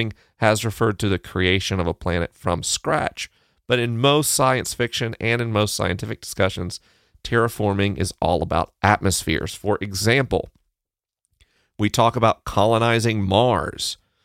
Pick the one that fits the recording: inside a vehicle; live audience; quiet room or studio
quiet room or studio